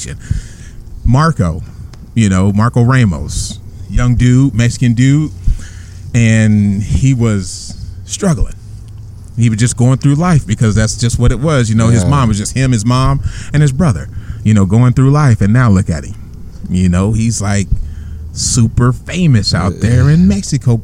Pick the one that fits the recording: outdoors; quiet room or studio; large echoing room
outdoors